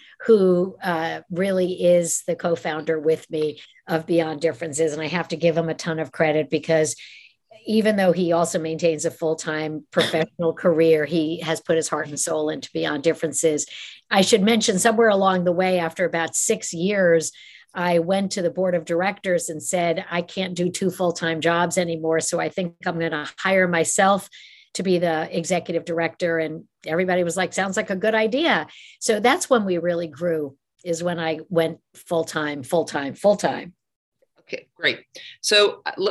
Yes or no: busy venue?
no